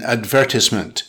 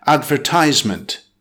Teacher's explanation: in British English, emphasis is put on the second syllable in advertisement · Shown in: first take · whereas American English emphasizes the third syllable, advertisement.